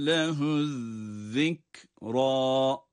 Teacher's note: Ezzikra kelimesindeki zal harfi de peltek okunmalıdır.